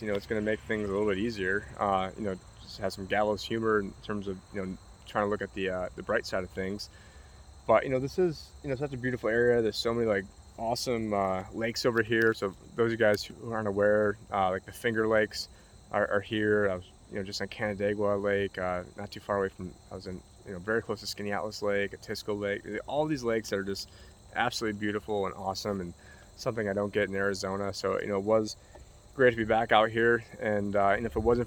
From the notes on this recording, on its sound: Reporting in with a classic walk and talk Vlog from the Erie Canal in upstate New York